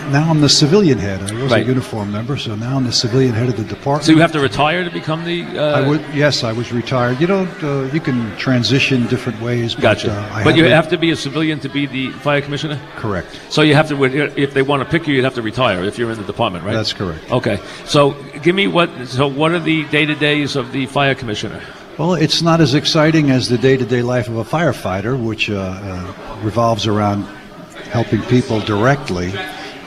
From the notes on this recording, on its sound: on location from the New York Fire Museum